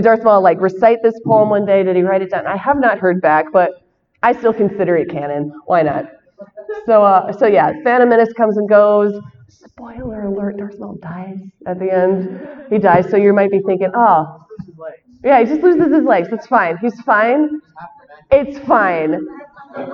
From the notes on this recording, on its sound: shares her panel from Celebration Chicago